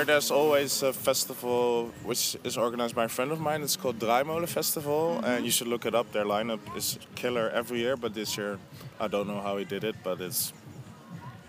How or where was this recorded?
busy venue